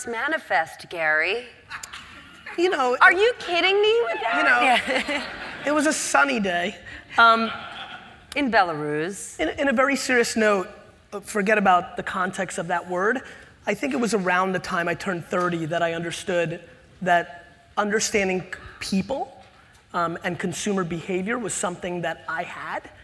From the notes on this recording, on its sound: recorded on March 6, 2016 in front of a live audience at New York's 92nd Street Y.